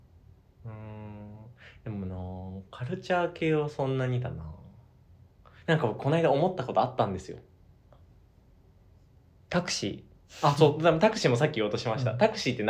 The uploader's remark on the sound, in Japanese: この収録日、レコーダーを紛失しスマホで録音したら、まんまと聞こえづらくなりました。